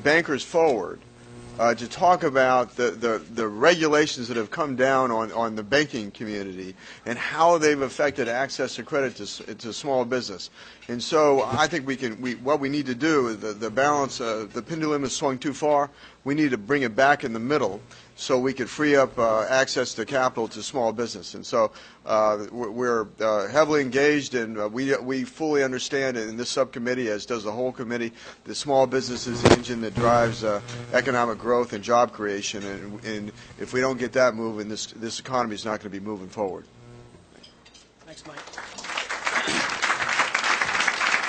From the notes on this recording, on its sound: WASHINGTON, DC. Appeared before a Small Business Policy luncheon of The Ripon Society.